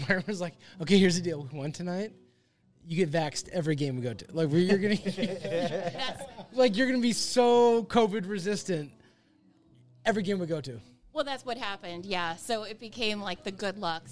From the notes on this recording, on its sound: Live from the Vault 177 in Shoreline, WA.